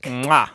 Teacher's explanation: a sophisticated term for the sound of a kiss, you can always use the one that linguists use, which is bilabial lingual ingressive click